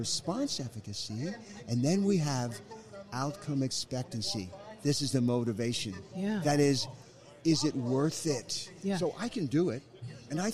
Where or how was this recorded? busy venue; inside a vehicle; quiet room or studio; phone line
busy venue